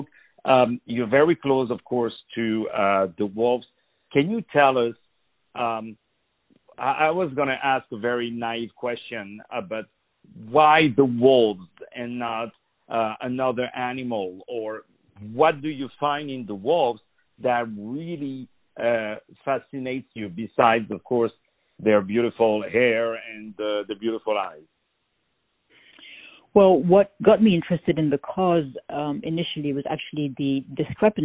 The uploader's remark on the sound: On the phone